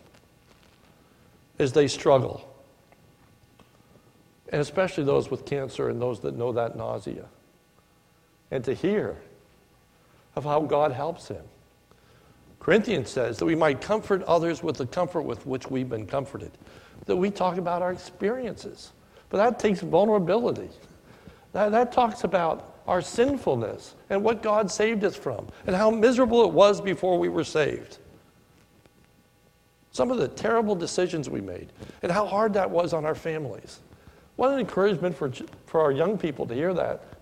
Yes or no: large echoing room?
yes